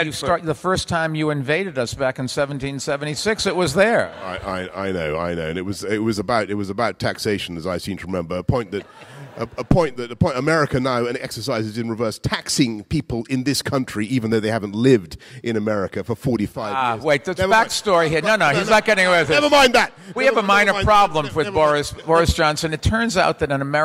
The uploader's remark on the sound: Recorded at CityLab 2015 in London.